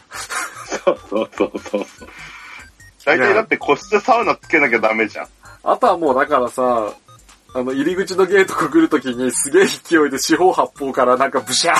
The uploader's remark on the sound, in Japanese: 今回もスカイプ収録となっております。一部音質が悪かったりもしますがご容赦ください。